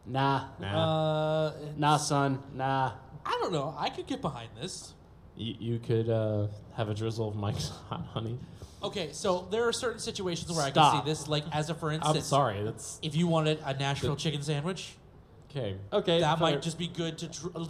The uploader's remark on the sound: we're live at Farpoint 2020!